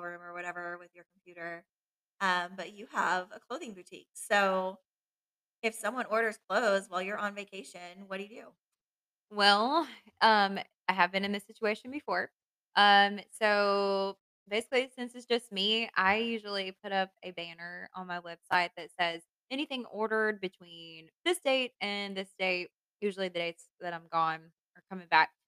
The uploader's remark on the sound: We were working with new Mic equipment. Bear with us as this episode might not “sound” exactly as we planned.